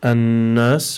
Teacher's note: we have noon mushaddada, so we must apply the ghunna over here.